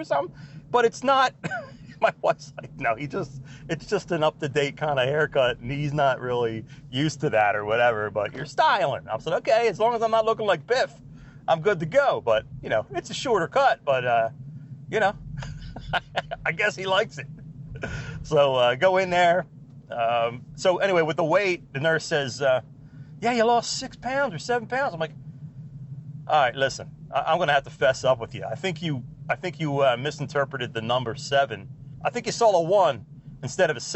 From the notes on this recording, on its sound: We hop in the truck and take a ride to the woods